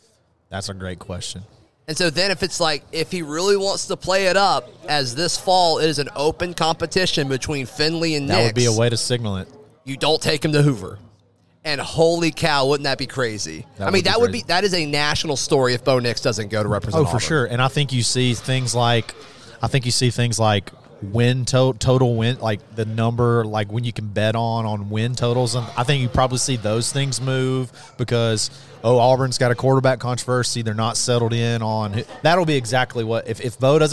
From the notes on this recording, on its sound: Broadcast live from Baumhower's in Auburn.